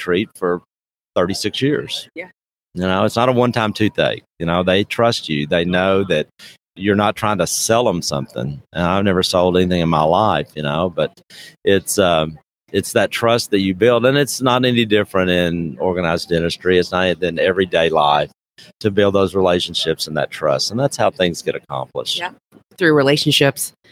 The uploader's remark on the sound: LIVE from SmileCon